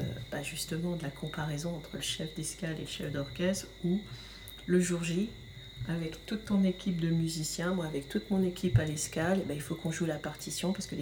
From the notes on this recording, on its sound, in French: Chef d’escale aux Antilles, et exceptionnellement accompagnée en bruit de fond par les grenouilles nocturnes de la Guadeloupe.